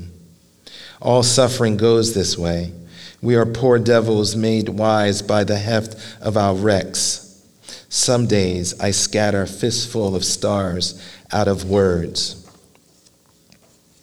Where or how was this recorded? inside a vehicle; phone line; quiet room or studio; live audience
live audience